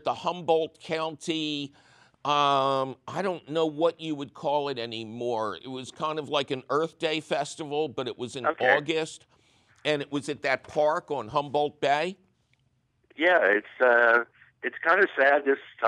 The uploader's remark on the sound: he takes you fabulous phone calls